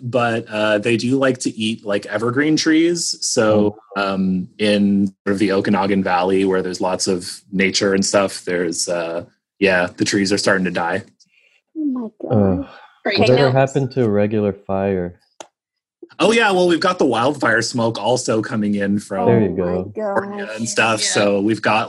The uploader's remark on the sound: Play listener-created games with callers via Zoom!